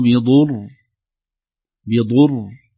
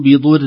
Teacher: فخمنا الراء وقفا ورققناها وصلا